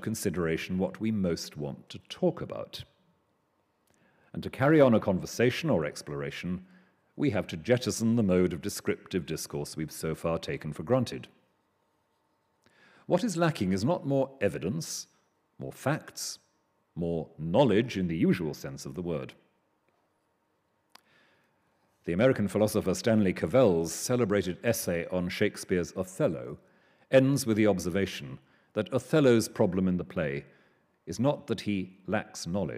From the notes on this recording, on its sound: Delivers the Gifford Lecture series. Recorded on Monday 4 November at the University of Edinburgh's New College.